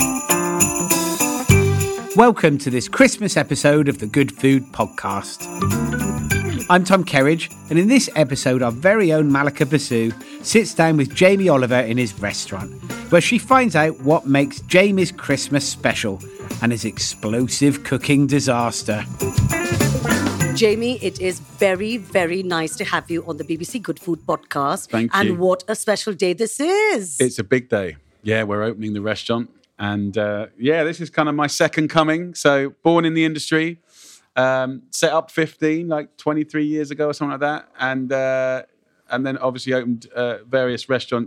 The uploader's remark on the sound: recorded on location at his new restaurant.